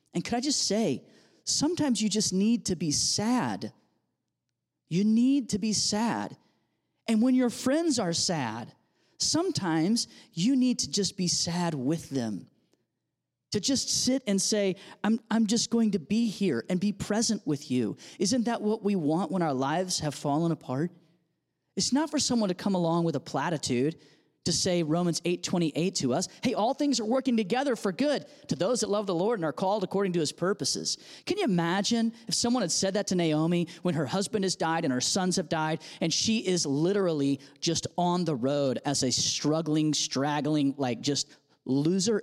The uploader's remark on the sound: audio from New City Church in Champaign-Urbana, IL